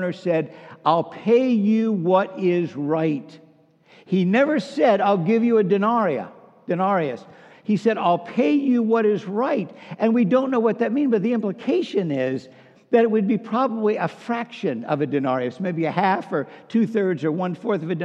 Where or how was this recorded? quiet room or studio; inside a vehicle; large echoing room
large echoing room